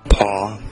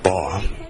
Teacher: The difference? The time it takes for your vocal cords to start vibrating. Yeah. So for pa, it takes a long time.